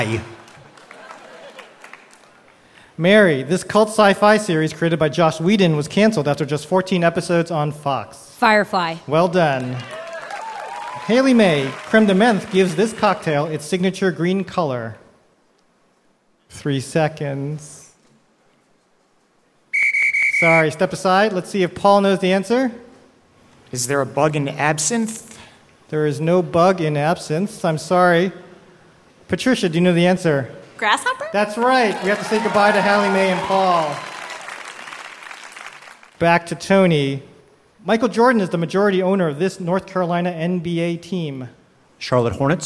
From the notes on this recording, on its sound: Live from Central Park's SummerStage Festival